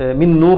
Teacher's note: مفيش اي اثر للنون ولا لصفتها ولا اي حاجه خالص، بمعنى كده ان هي دخلت بكلياتها، يبقى اسمه ادغام كامل كامل كله، خلاص كل النون ما عادش لها اي اثر فيبقى ادغام تمام.